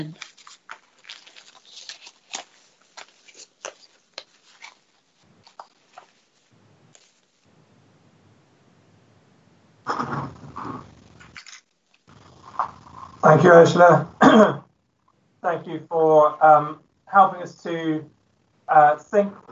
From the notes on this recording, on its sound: Christ Church, Bayston Hill (UK)